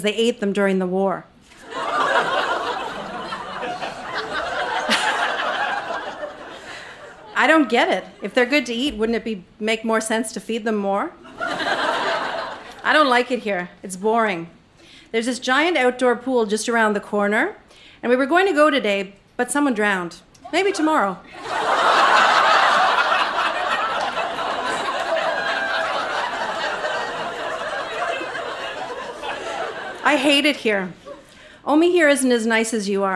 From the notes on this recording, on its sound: Recorded live in Vancouver, BC.